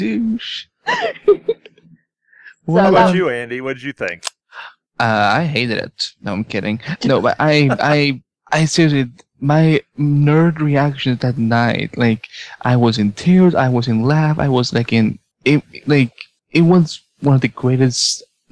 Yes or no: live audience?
no